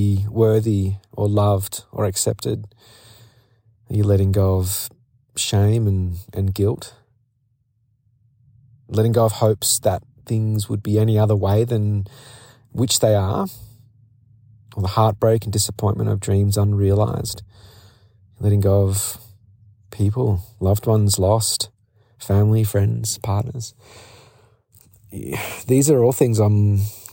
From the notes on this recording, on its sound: A solo episode from The Camino de Santiago. On the other side of this peak I stepped off the trail and sat on some grass to record this episode in the sunshine.